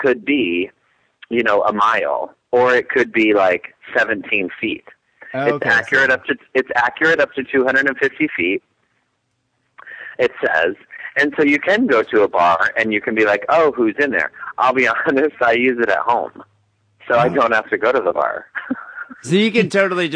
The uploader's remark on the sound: Phone calls and listener email.